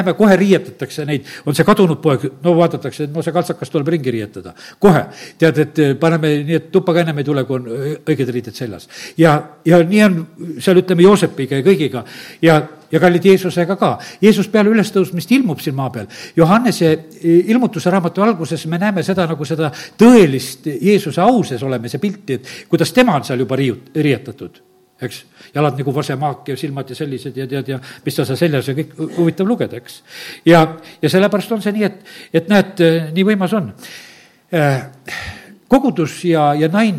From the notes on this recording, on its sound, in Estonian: Audio salvestus koosolekult